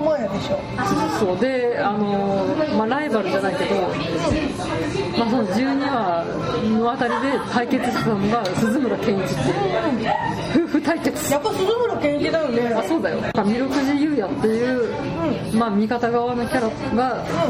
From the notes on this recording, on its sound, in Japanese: 居酒屋収録なので大変周囲が騒がしいです。